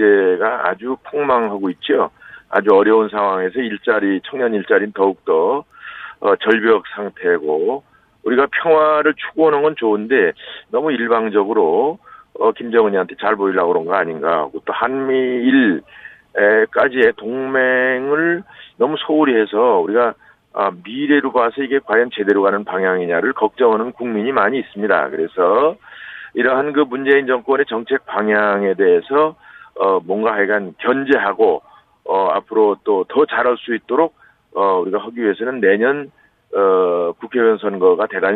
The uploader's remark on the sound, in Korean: 전화연결 당대표 후보 릴레이 인터뷰.